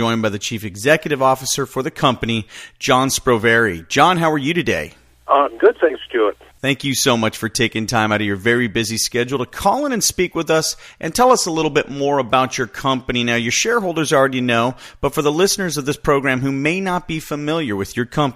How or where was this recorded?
phone line